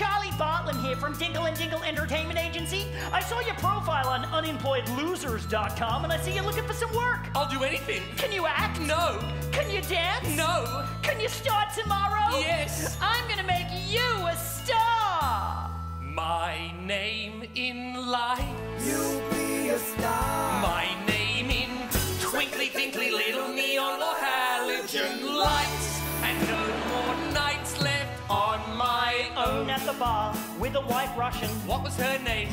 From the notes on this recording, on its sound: The Melbourne International Comedy Festival Oxfam Gala 2014.